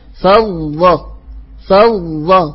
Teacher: أنا الآن آتي بالضاد من مخرجها لكن ألبستها صوت الظاء، فالسامع لا يفرق بينهما. لذلك لا بد من أن يكون طرف اللسان يقرع لثة الثنايا العليا حتى لا تشتبه الضاد بالظاء.